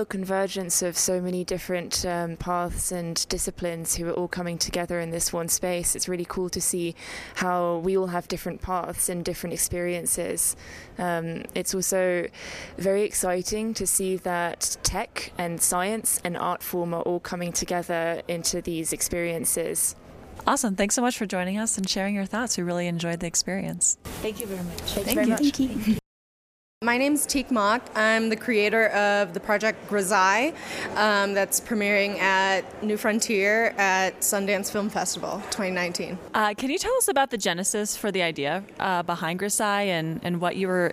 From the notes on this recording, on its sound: While we were at the Sundance Film Festival, we had the opportunity to talk with two virtual reality artists and one team about their virtual reality projects premiering in the New Frontier program at the festival.